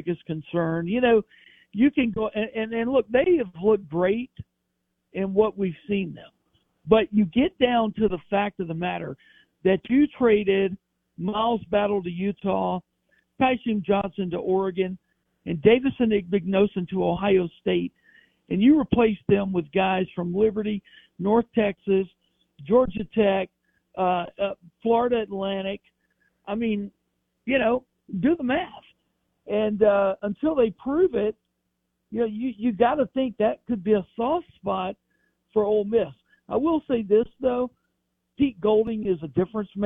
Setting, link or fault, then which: link, phone line